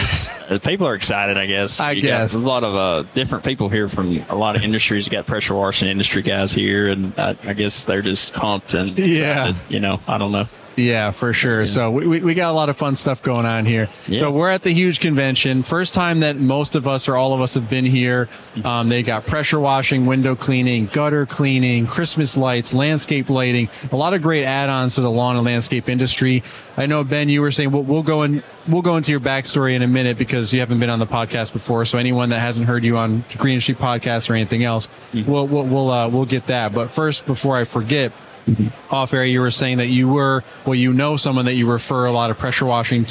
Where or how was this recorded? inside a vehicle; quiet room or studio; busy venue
busy venue